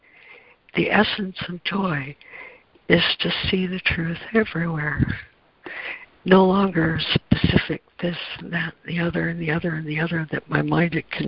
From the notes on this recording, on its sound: ACIM Daily Conference Call